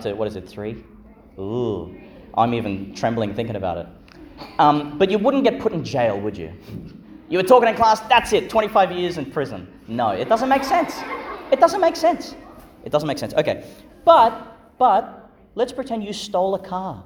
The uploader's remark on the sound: Delivered in Our Lady Star of the Sea Church, Gladstone, Qld. Joined by two year levels from St John the Baptist Catholic Primary School.